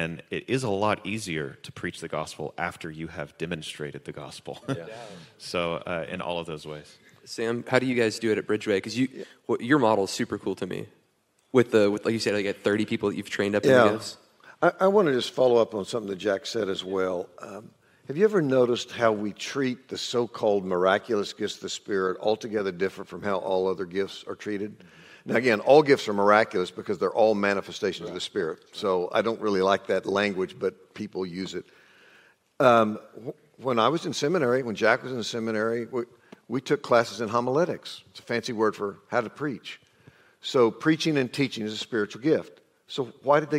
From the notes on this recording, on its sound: This panel discussion comes from our time at WoodsEdge Church at their pursuit conference. The Pursuit Conference is a pastors conference.